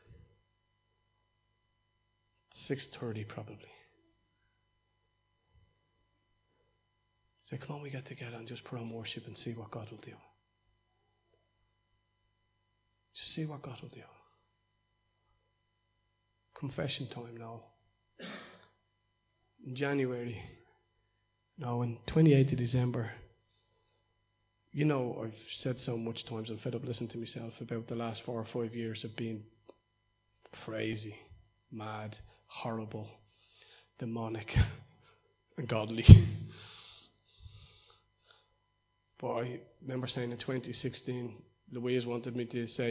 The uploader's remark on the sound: Recorded live in Liberty Church in 2019